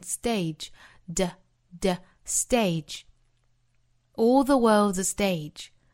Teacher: Stage 这个字母 T 同样不送气，发成 stage, stage.